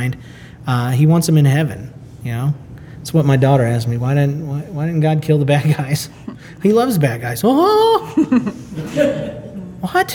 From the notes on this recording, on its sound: Recorded LIVE at the SFLC Marriagability Conference in Kansas City, Missouri.